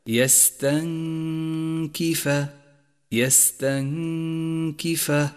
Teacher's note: هذه الغنة يشترك فيها الخيشوم ومخرج الكاف متجافيا عنه قليلا، أي هكذا: يستنكف يستنكف، غنة مرققة لأن حرف الكاف مرقق. · Term: الإخفاء